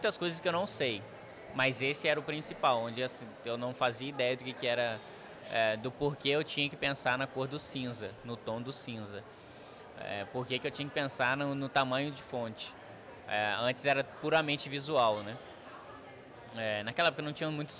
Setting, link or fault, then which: setting, busy venue